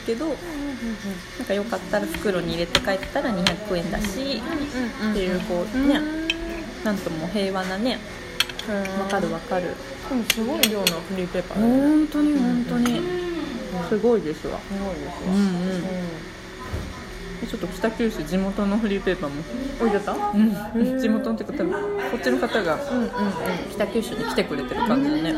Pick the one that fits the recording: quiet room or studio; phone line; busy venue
busy venue